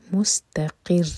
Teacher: اس شدہ کو واضح کرنا ہے ورنہ میننگ چینج ہو جائے گا، تو را کو اسٹرانگ کر کے پڑھیں گے